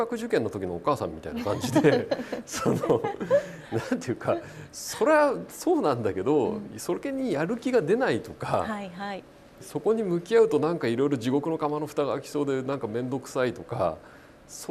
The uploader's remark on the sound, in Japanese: イベントでの公開収録となっているおり、通常回と音声環境が異なることをご了承いただけますと幸いです。